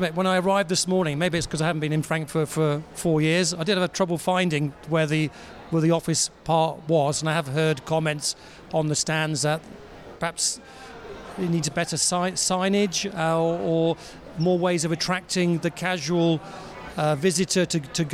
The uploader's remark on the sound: A series of interviews from the show floor at Ambiente 2024 in Frankfurt, Germany. Mega consumer products show Ambiente took place in the German city of Frankfurt at the end of January.